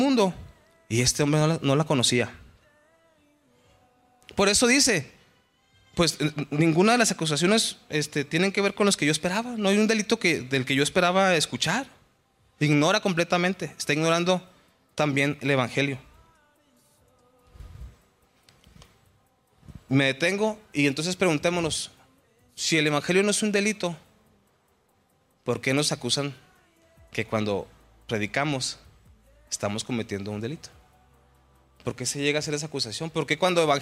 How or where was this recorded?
large echoing room